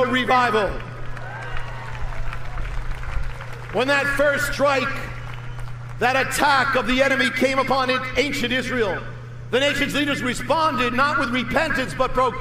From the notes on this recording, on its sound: delivered at "The Return" event in Washington, D.